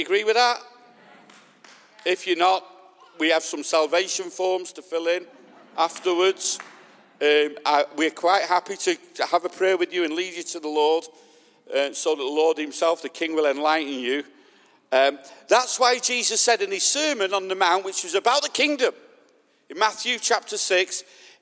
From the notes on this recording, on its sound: This message was recorded at the Lighthouse Manchester on Sunday 20th June 2021